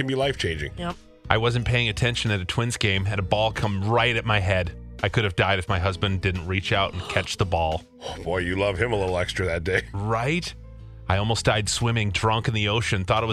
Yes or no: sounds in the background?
no